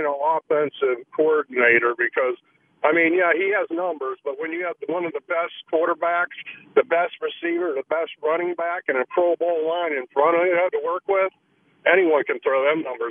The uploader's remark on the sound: Also, more of YOUR phone calls!